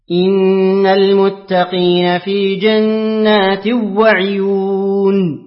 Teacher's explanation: أقرأ لخلف بترك الغنة